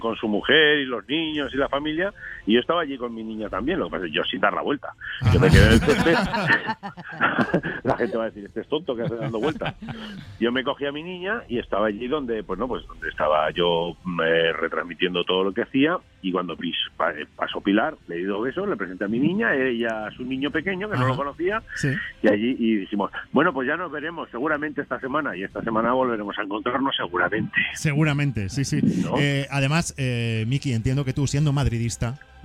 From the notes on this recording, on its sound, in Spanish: entra por teléfono